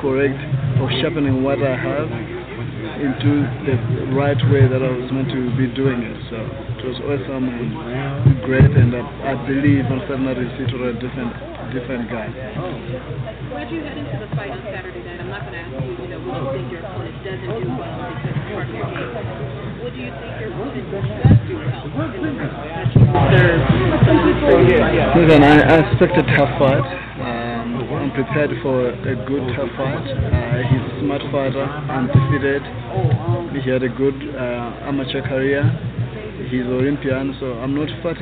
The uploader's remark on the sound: Live from Vegas Day 1